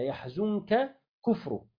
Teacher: لكون النون ساكنة قبل الكاف فهي تخفى عندها